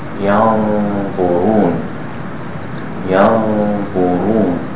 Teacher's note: And the noon sakin in tanween is hidden and followed by the ba. When you have a noon sakin, you hide it in the ba. · Term: ikhfa